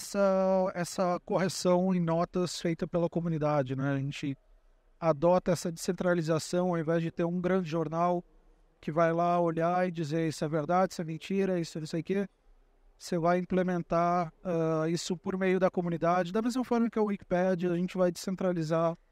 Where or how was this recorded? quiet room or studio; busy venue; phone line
busy venue